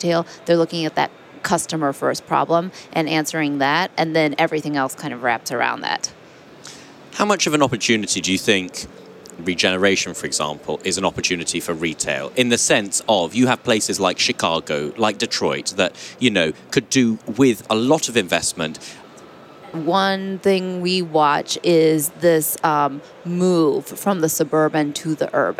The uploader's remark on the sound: In this special edition, recorded at NRF Big Show 2018